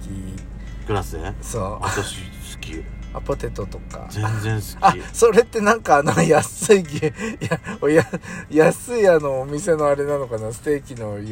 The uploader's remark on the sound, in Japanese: 2人組。パーキング収録。